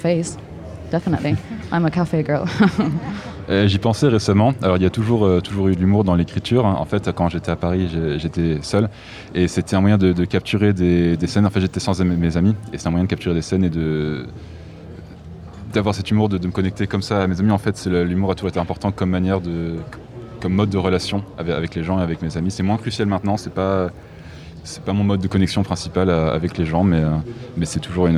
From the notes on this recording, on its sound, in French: Enregistrée aux Trans Musicales de Rennes en décembre dernier. Enregistrée aux Trans Musicales de Rennes en décembre dernier.